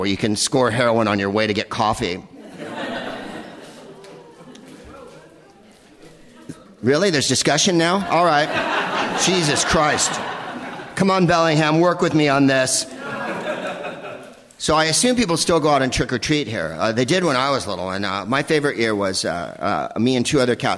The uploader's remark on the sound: Live from the Upfront Theatre in Bellingham